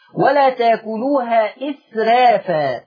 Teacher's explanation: الراء مرققة لأن الراء مفتوحة وقبلها همزة مكسورة